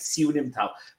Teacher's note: It's not siu like little, like siu nim tao. That's the rising tone.